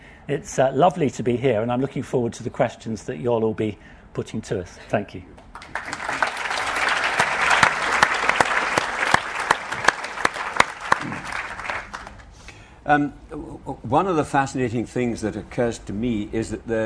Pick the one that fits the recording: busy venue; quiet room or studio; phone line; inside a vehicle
busy venue